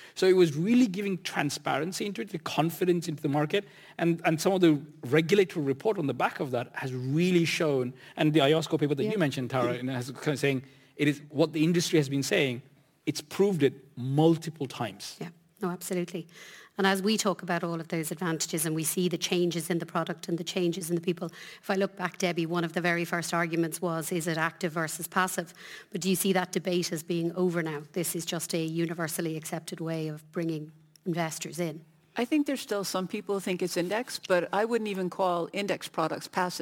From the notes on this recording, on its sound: Panel Discussion (Annual Conference 2023). Our recent Irish Funds Annual Conference, held in Dublin.